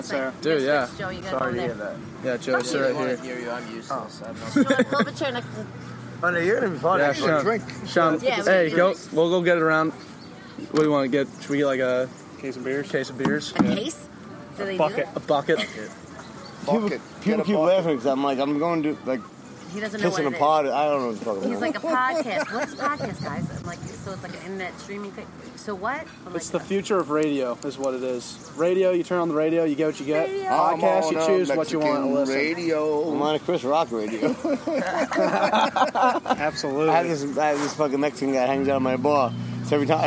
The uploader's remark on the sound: LIVE from Aruba. We are LIVE from the sandy beaches of Aruba, ocean side for our second situational podcast feature.